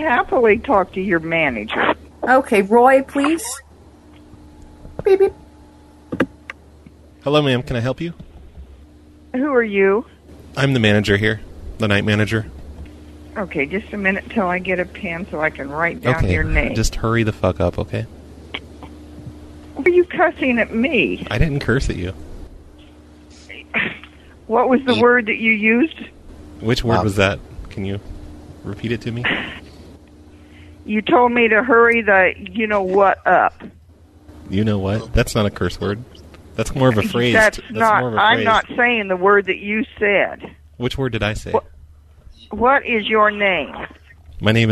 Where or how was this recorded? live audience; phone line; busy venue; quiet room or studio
phone line